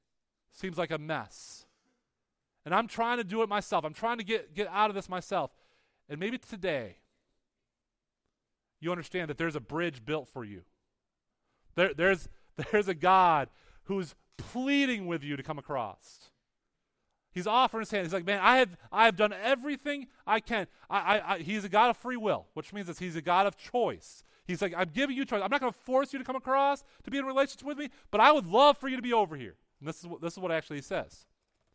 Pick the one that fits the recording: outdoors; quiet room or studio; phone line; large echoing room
large echoing room